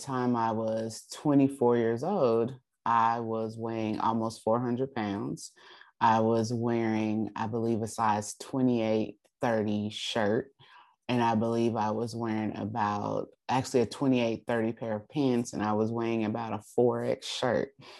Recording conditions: video call